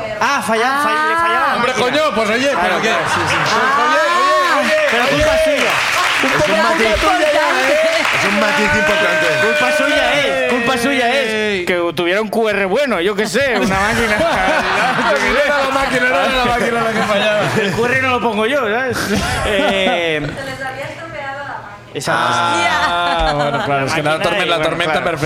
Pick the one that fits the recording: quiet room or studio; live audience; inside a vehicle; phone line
live audience